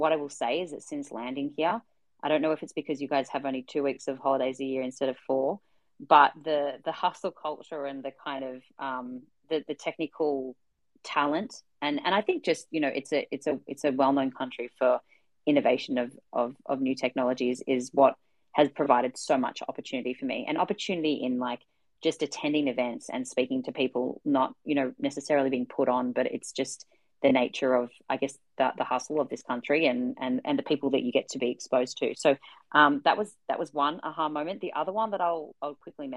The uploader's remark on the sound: we host live Twitter Spaces conversations